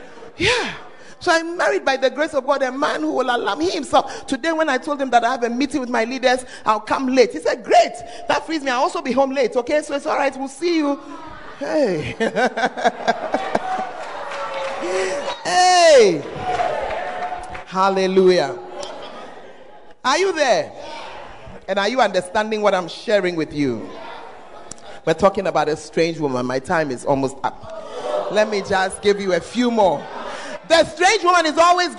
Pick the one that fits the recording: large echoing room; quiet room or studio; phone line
large echoing room